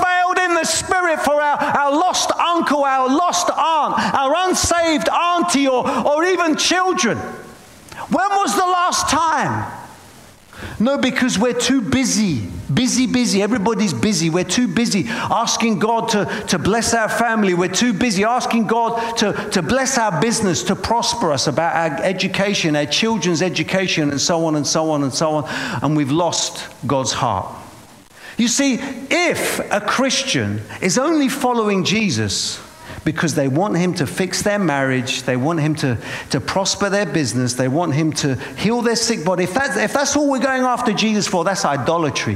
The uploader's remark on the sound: preaching at a Church in Boston.